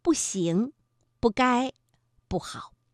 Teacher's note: 如果不字呢，是在阴平、阳平以及赏声之前，依然念本调去声